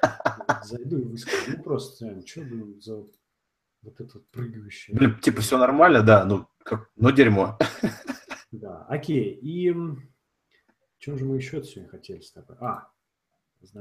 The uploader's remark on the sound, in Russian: ЗАПИСЬ ОНЛАЙН-ЭФИРА. Но пока проблемы со звуком настолько напряжные, что вернемся к традиционному виду вещания.